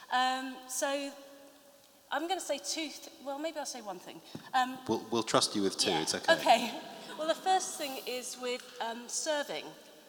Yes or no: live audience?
yes